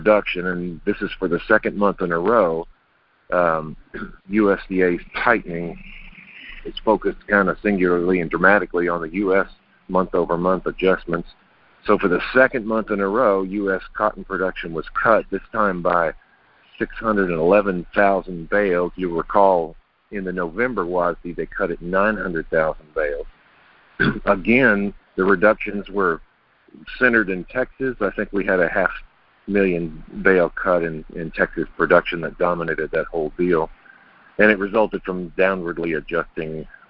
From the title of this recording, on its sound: Monthly Conference Call